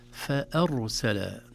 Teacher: نجد أن الراء هنا مفخمة لسكونها بعد فتحة